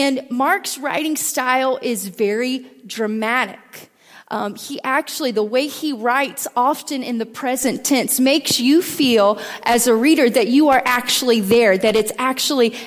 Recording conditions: large echoing room